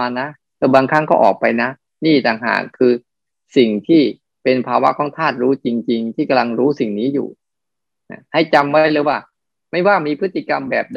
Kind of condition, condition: link, video call